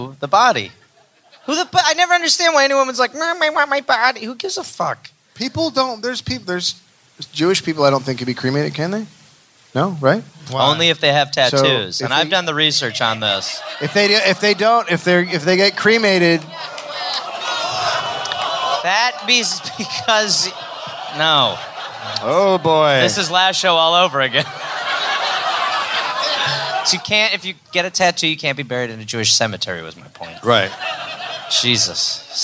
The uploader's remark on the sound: Live in Chicago